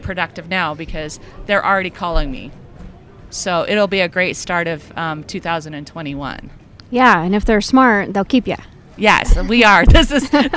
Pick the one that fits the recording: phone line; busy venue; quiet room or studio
busy venue